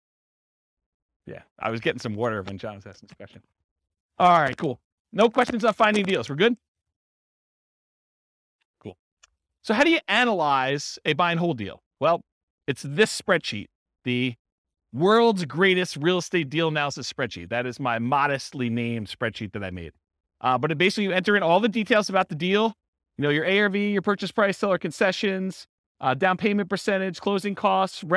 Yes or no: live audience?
yes